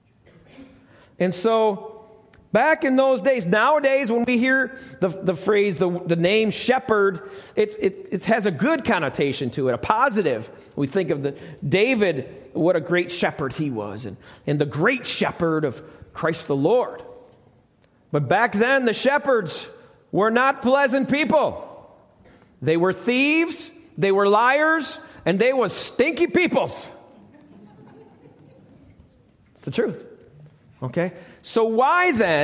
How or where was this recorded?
live audience